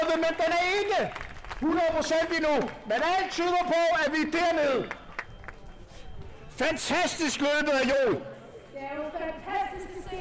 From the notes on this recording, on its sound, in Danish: Historisk dag i Dyrehaven - Live reportage fra Eremitageløbet.